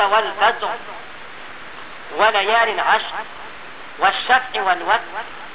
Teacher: كل ذلك مفخم في حال الوقف، لأن الراء ساكنة في حال الوقف وقبلها ساكن وقبل الساكن فتح